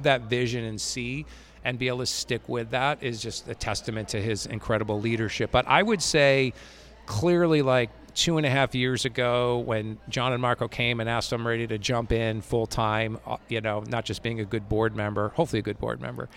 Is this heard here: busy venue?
yes